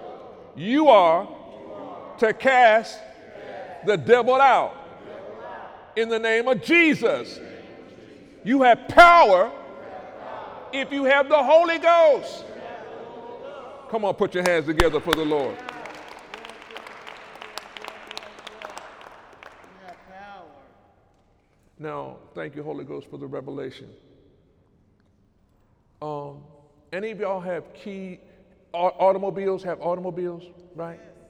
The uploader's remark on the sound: During Sunday morning service on December 23, 2018